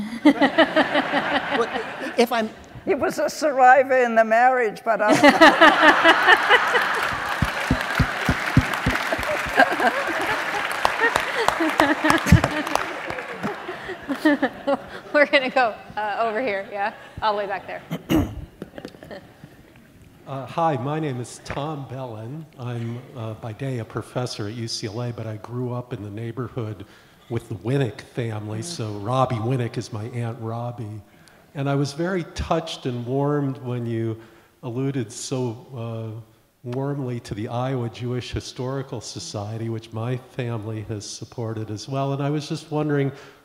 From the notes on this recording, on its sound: In this week’s Reagan Forum podcast we go back to our in-person event. This event was part of the programing for our current exhibition, Auschwitz.